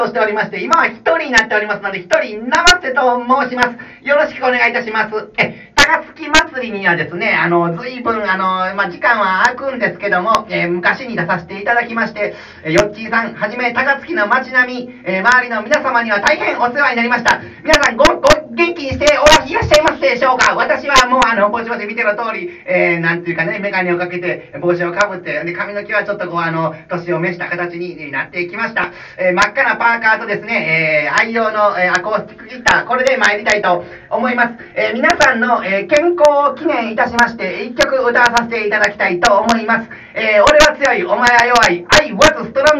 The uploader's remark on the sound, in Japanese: 音声悪。笑い声あり。